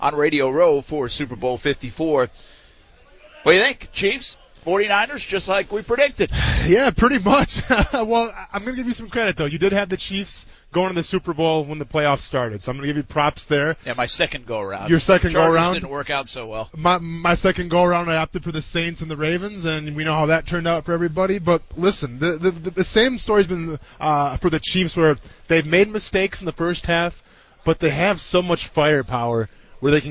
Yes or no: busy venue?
yes